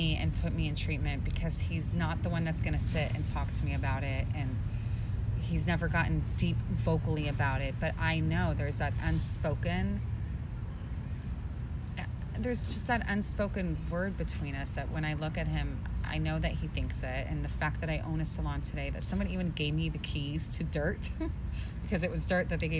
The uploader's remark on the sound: Due to some unexpected circumstances, we ended up recording outside near a little pond. The natural acoustics we discovered.